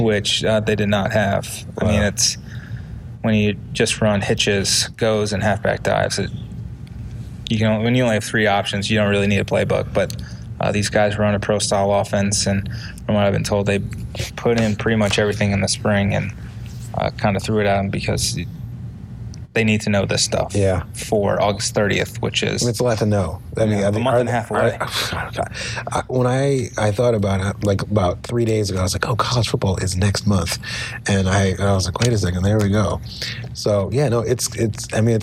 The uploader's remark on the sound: Live from AAC Media Days. AAC Media Days in Newport, R.I.